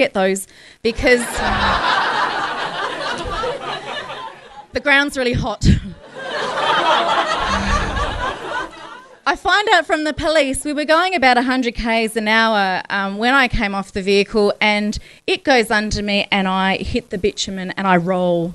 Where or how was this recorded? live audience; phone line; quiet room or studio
live audience